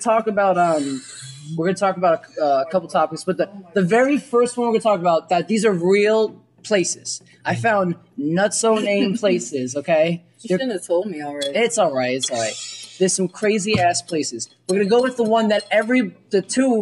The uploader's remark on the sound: Sorry for not having crisp audio quality for our first official episode. Make sure you catch when we get a noise complaint and are threatened with police.